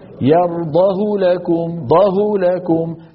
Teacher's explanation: طيب، أما الكلمة التي انطبقت عليها القاعدة ولا صلة فيها فهي قوله تعالى في الزمر وإن تشكروا يرضه لكم، ضه لكم، فهذه الهاء هاء ضمير ومضمومة وبين متحركين، يعني انطبقت عليها الشروط، لكن حفصا رواها إيه؟ من غير صلة